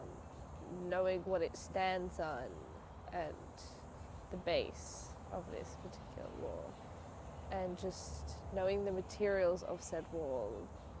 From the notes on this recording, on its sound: In the Backyard. The cicadas are singing, the sun is shining and the tea is served. We sit outside in communion with each other.